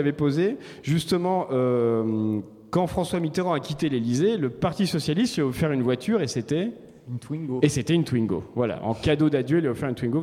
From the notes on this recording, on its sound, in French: A l'occasion des 25 ans de Radio Campus Paris. En direct du musée des Arts et Métiers dans le cadre de l'exposition "Permis de Conduire".